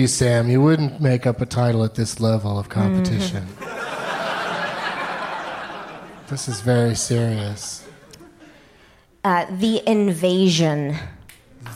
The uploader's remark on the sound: Live from Largo in LA